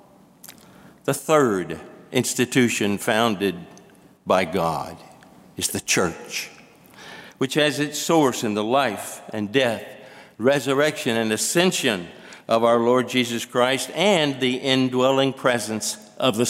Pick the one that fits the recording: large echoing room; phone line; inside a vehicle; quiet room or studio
large echoing room